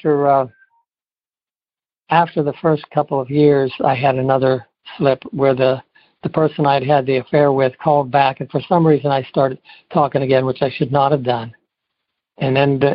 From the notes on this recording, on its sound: Noon Phone Speaker Meeting